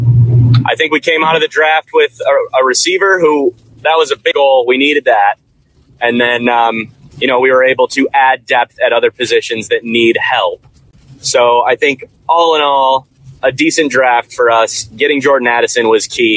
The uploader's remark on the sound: Apologies for the poor audio, which will hopefully improve as we move forward!